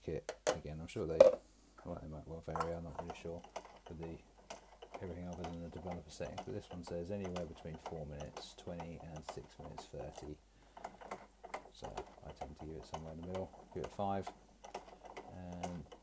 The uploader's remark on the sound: Apologies for the low level audio